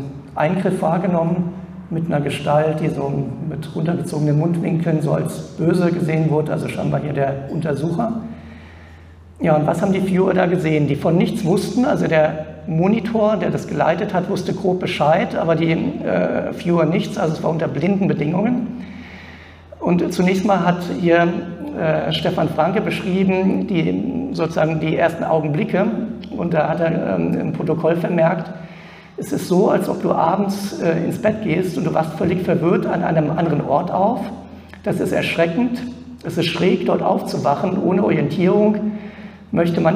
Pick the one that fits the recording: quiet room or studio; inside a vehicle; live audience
live audience